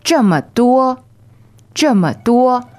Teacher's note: 这么 is fourth tone and neutral